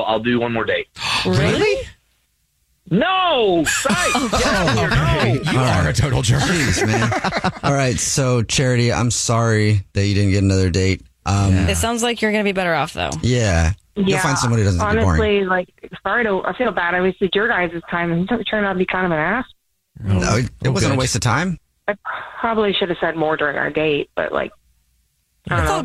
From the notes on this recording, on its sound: We get that other person on the phone